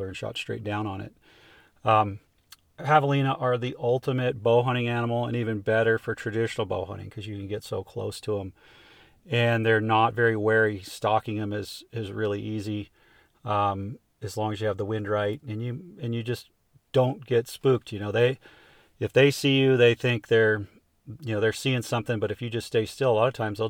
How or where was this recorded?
inside a vehicle